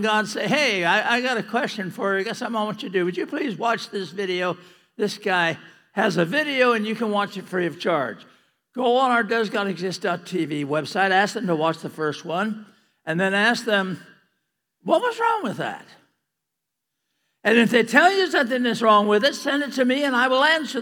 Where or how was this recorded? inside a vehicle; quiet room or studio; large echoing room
large echoing room